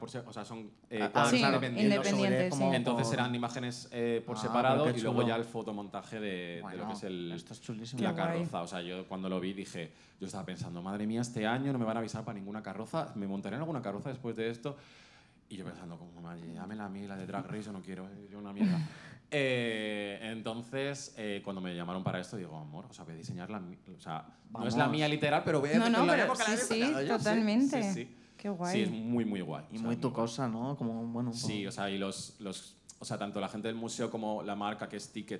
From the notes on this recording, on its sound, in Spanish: el programa que grabamos en el festival Soy Meme